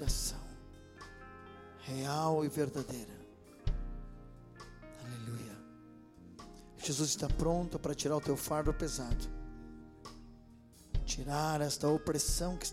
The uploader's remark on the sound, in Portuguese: Esta mensagem foi gravada ao vivo